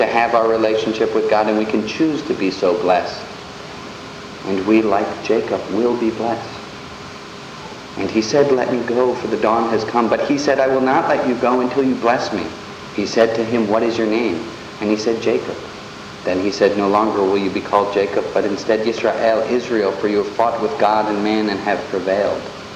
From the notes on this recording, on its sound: The audio quality isn't the best.